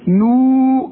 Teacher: النون مضمومة بعدها واو، تمدها حركتين، لا تزود ولا تنقص · Term: المد الطبيعي